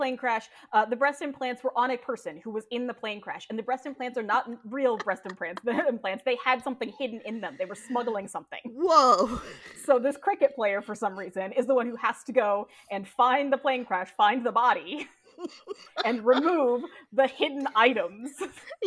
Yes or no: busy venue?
no